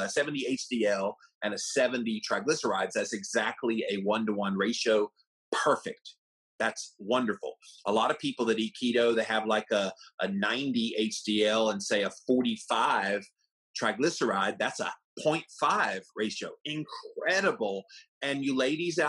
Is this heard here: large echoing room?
no